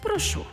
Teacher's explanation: дієсловом «прошу» з наголосом на останній склад, тобто формою першої особи однини дієслова «просити», що виражає лише прохання, спонукання кого-небудь зробити, виконати щось.